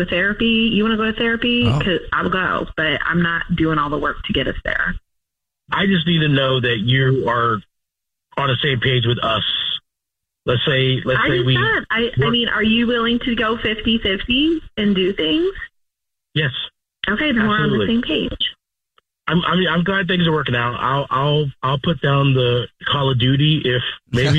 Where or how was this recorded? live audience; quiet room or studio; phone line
phone line